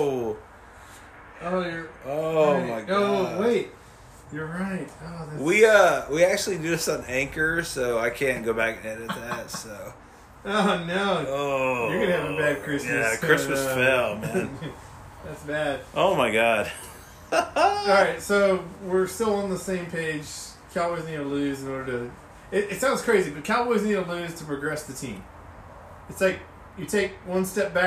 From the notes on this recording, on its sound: Nose wheezing is back again. Apologize and will work on another microphone.